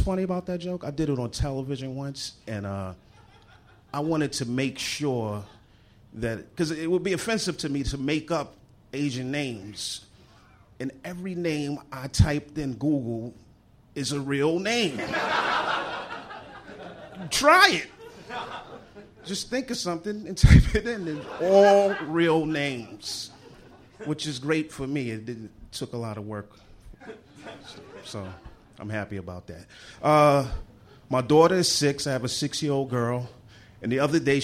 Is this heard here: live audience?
yes